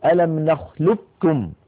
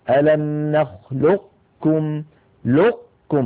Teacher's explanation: ومن العرب من كان يبقي هذه القاف من أيضا من غير خلقلة كما ذكرنا ويدغمها في الكاف إدغاما ناقصا، هكذا ألم نخلقكم لقكم، فيكون إغلاق المخرج على قاف ساكنة من غير قلقلة ويكون الفتح على كاف متحركة · Shown in: second take